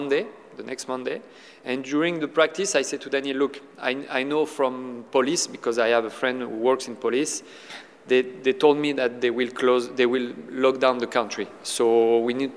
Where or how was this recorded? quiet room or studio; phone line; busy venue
busy venue